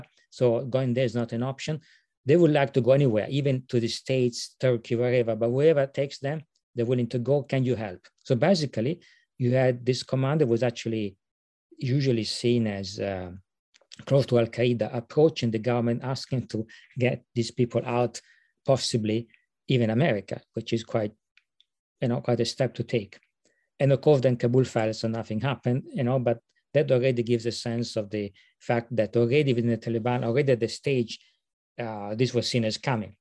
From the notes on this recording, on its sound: This public talk was conducted online via Zoom.